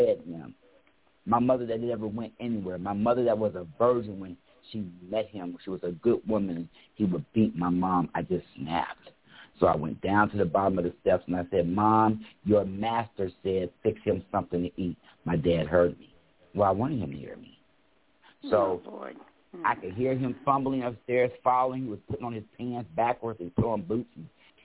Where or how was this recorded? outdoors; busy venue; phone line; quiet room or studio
phone line